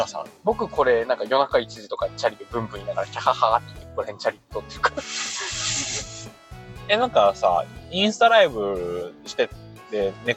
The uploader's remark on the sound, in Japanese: 音質最悪！ドライブラジオ